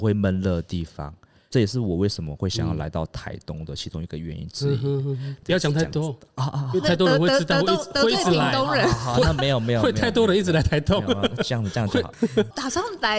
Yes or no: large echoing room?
no